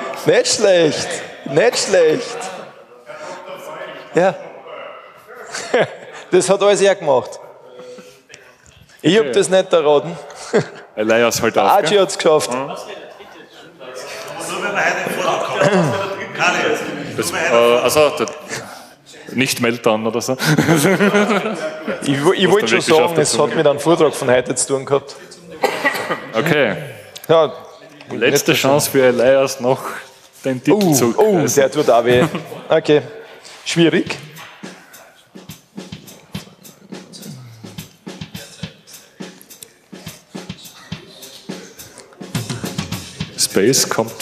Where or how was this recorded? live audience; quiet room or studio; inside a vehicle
live audience